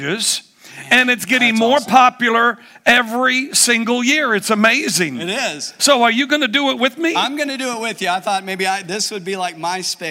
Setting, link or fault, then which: setting, large echoing room